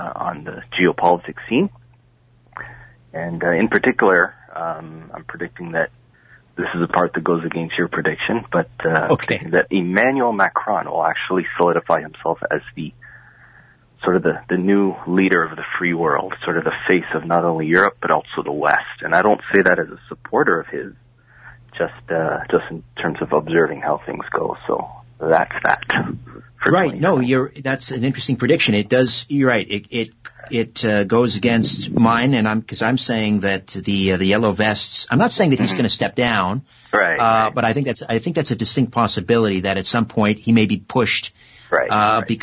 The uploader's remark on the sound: Open Phones. Opens the phones for listeners to offer their predictions for 2020 and beyond.